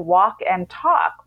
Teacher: in the 15th century, we dropped the L